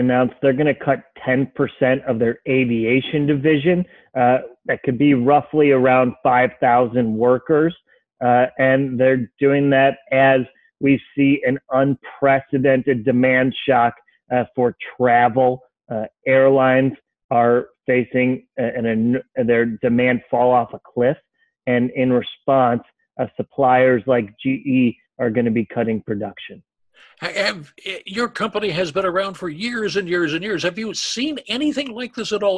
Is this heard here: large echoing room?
no